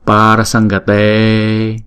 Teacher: chúng ta đọc phần cổ họng thì chữ Anuswara này chúng ta chuyển thành chữ ng để chúng ta đọc từ trong cuốn họng luôn.